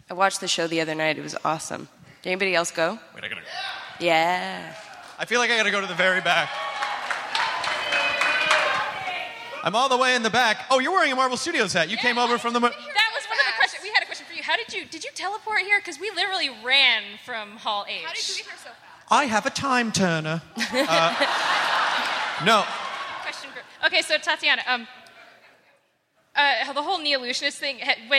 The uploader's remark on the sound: It's the first show from SDCC 2016 at the Balboa Theater! Takes some questions from the audience.